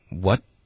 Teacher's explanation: what 结尾呢会有一个干脆的停顿